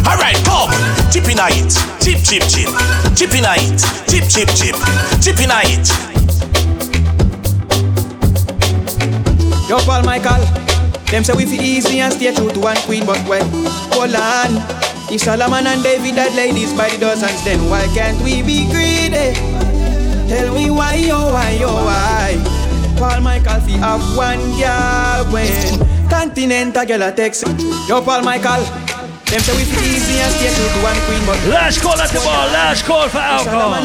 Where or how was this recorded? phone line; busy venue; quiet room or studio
busy venue